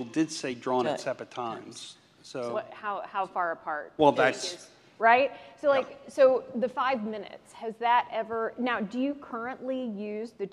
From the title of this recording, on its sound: Live from the 2023 ASHI Annual Meeting